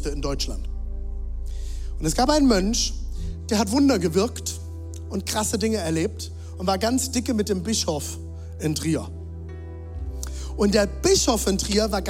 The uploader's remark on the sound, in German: Zeal Church Dresden. Audiomitschnitt der Predigt.